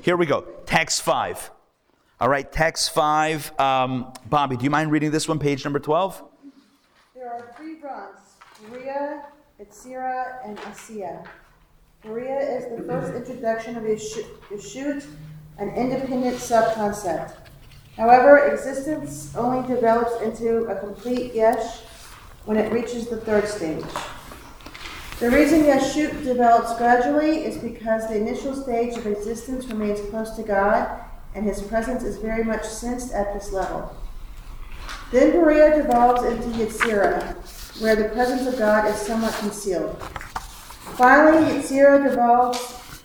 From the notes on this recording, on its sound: Recorded Live at The Torah Center ATL on Wednesday, October 25, 2023